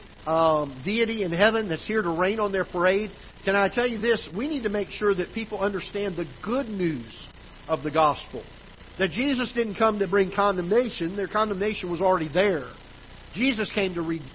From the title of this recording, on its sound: Ketha Heights Baptist Church ~ Live Broadcast